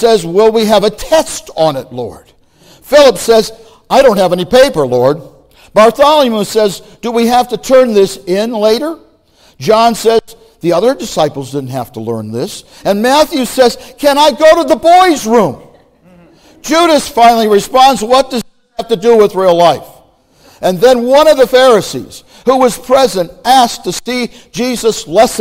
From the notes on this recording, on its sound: Message Preached at Valley Creek Church